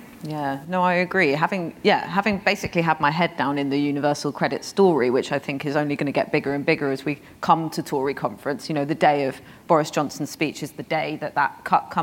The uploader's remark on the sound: Host a live recording of the New Statesman podcast at the Labour Party Conference in Brighton. Then in You Ask Us they take live questions from the audience.